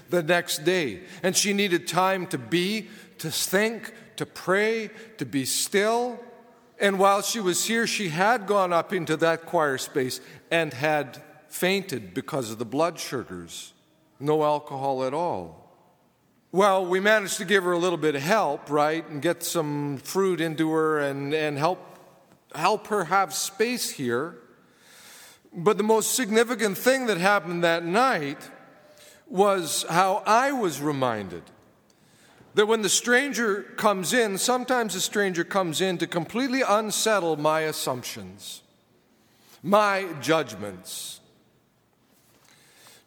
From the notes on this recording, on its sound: preached at saint benedict's table on Christmas Eve 2015